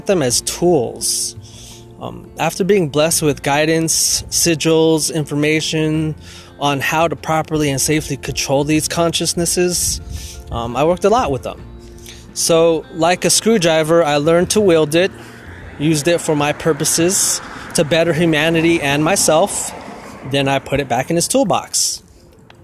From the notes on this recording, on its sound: It was made very quick & Recorded while on my walk. Again sorry if I sound out of breath or need water , and any traffic noises.